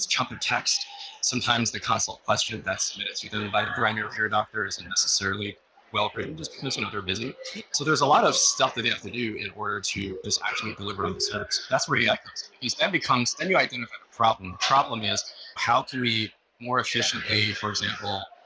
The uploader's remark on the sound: it’s an Interview in Action live from HLTH